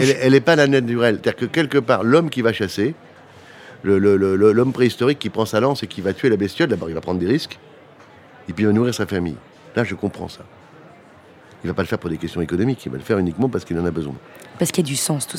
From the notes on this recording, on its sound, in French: Une émission enregistrée en mai 2022 lors de l'évènement Change Now à Paris